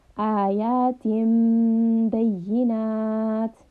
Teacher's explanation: So we are merging this meme, this noon, into a meme sound.